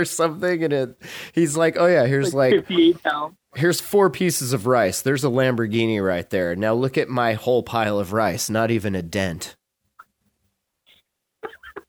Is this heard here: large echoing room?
no